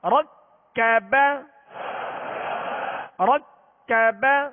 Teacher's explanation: را کو پر کریں گے کاف کو باریک